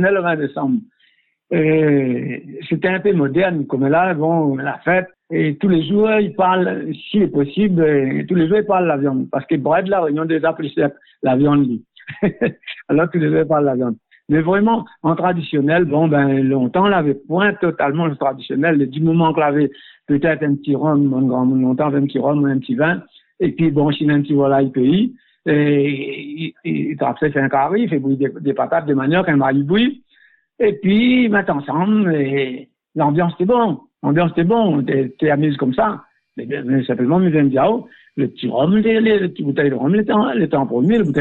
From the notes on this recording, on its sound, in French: par téléphone